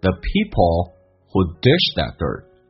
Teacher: Dish 传播可以表示闲话，也可以表示传播。那么传播这样的一些闲话的那些人，OK，流言蜚语的人，来看一下后面半句，记住红色字体用降调读 the people who dish that dirt, dishthe，记住 that 不被强调，可以说成 the dish thatdirt